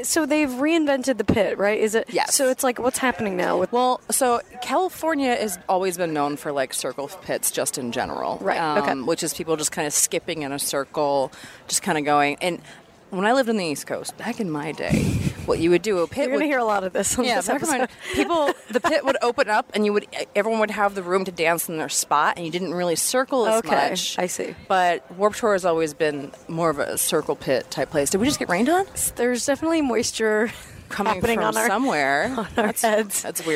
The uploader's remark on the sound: Live from Warped Tour!